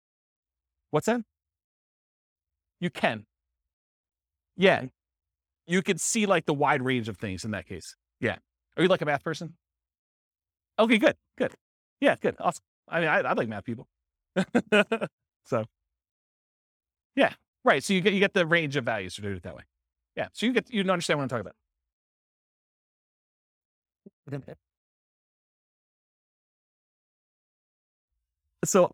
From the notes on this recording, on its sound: This was a live class recorded